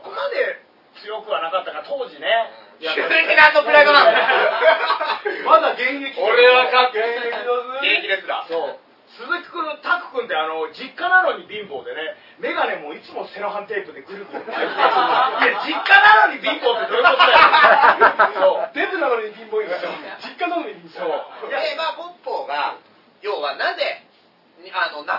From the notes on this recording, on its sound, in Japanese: 公開収録ライブ